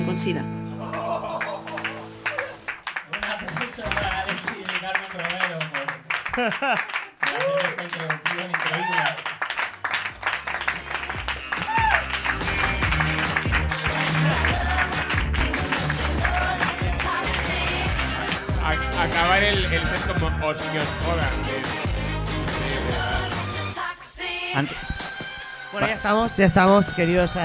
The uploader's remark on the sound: GRG - Live Show! III. Tercer Live Show publicado contra todo pronóstico, porque nunca se nos graban.